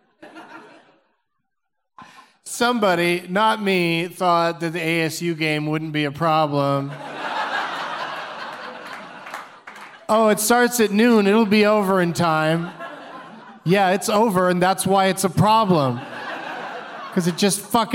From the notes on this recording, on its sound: Live from the Improv in Tempe